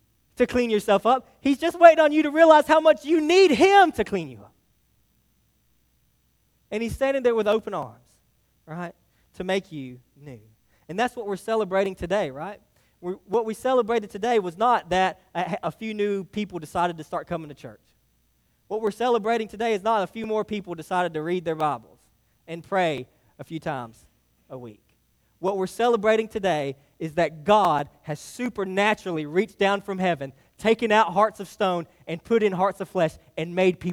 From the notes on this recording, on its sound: delivered to Hillside Baptist Church in Eastman, GA on 8/13/23